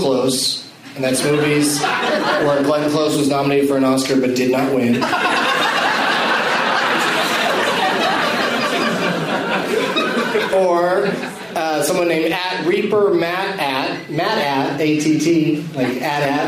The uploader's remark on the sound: plays The Leonard Maltin Game against audience members at Helium Comedy Club in Philadelphia, PA.